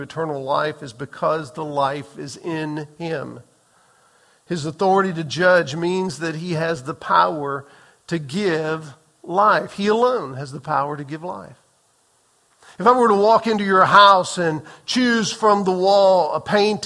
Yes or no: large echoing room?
yes